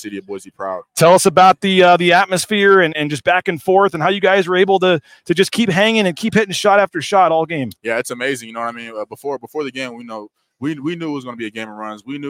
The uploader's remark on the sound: LIVE at The Pit in Albuquerque